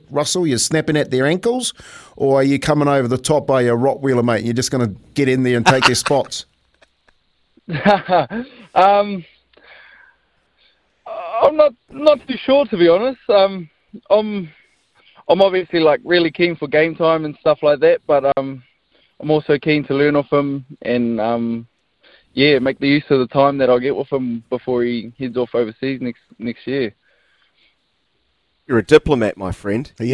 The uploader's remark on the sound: was all smiles on the phone this morning